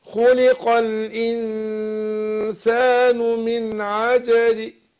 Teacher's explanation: اختلس حركه الكسر ما جيبهاش حركه كامله، تكون حركه تقريبا يعني اجيب تلتين الحركه · Term: الروم